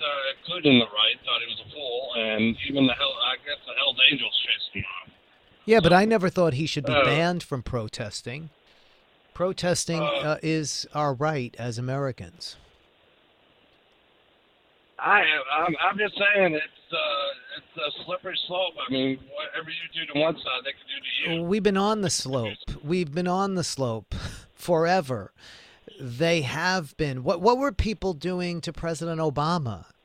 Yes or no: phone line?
yes